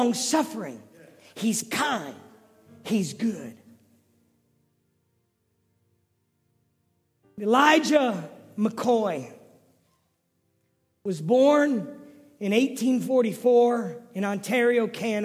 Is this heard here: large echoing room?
yes